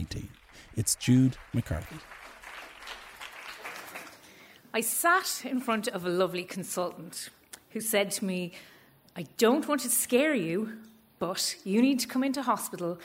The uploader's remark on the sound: Three stories recorded live at our monthly Story Slam.